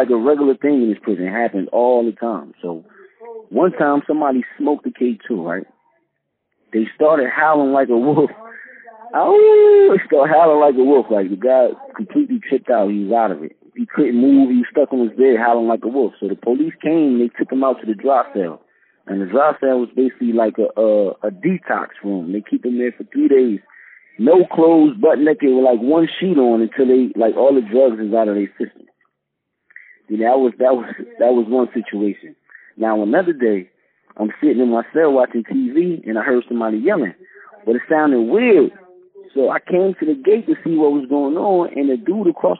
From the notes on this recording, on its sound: Called in to the podcast.